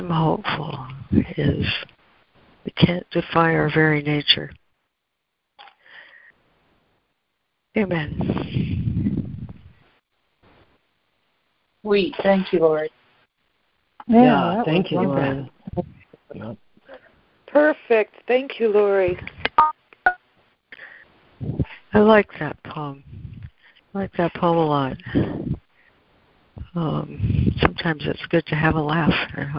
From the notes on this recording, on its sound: ACIM Daily Conference Call